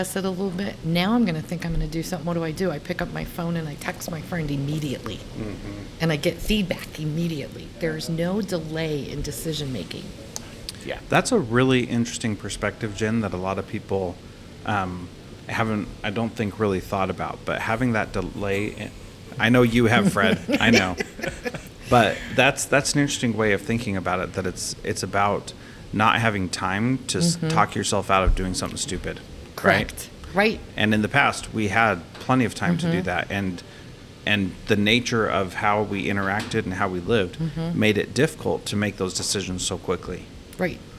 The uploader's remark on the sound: This interview is from a recent conference